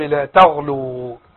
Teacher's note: طبعا التاء هنا مرققة. نعم. والغين بعدها مفخمة